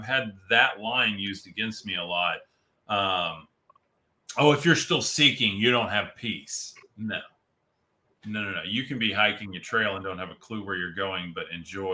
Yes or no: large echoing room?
no